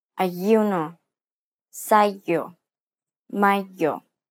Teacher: This consonant sounds similar to a Y sound, except the passage is even more constricted. Try to narrow the channel of air between your tongue and the roof of your mouth until you create turbulence.